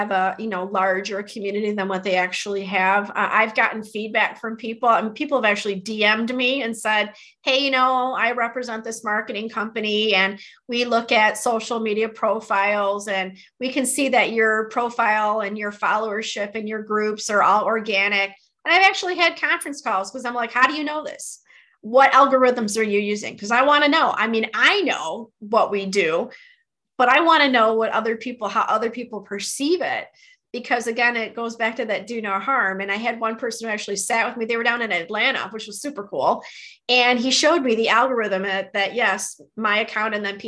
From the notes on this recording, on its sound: Audio is from our webinar.